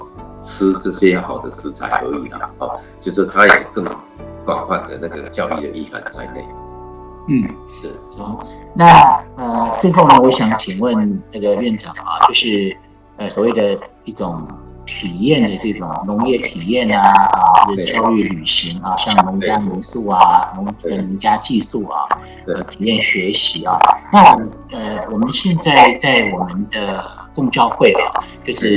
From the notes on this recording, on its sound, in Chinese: 本次採線上會議錄音，音質較為粗糙，敬請見諒!